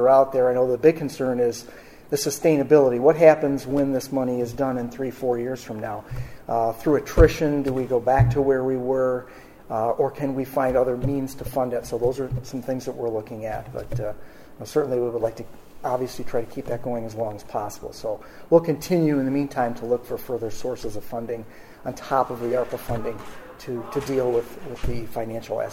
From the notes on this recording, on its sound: This is the audio from the City of Jamestown's joint press conference